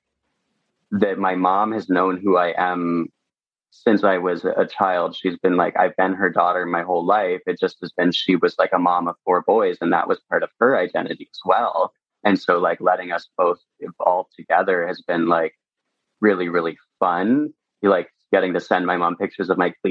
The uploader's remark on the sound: sat down over zoom